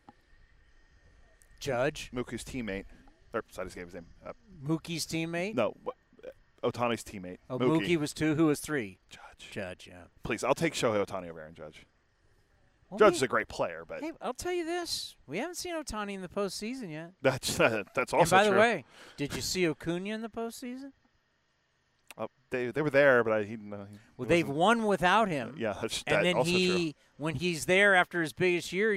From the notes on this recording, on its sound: Live from A's Spring Training.